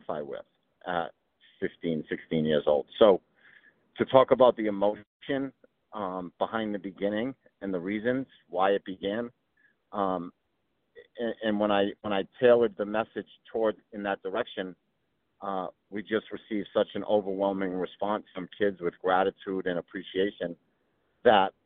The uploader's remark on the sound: Quick 15 minute phone call. Calls in while driving into NYC (the audio is a little choppy).